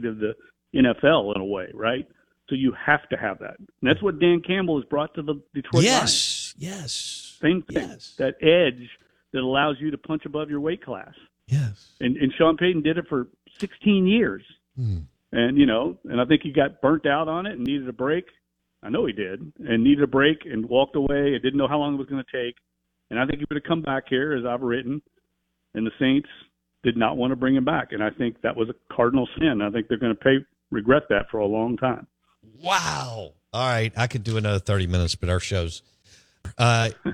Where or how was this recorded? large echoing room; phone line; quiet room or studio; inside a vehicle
phone line